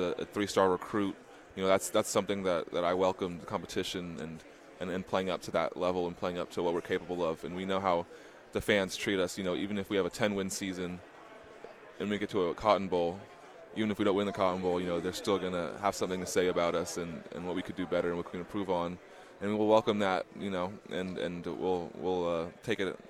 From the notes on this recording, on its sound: live from Pac-12 Media Day